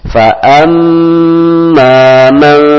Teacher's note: Mim tasdid, nun tasdid tidak ditekan, tetapi mengalir begitu saja